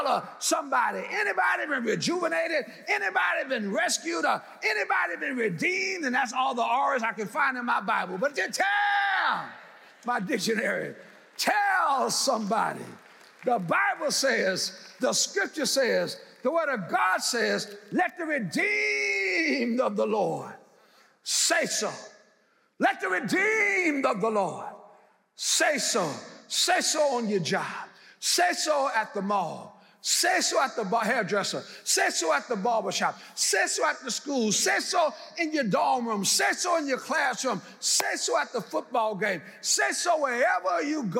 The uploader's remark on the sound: in #SWBTSChapel on September 6th, 2022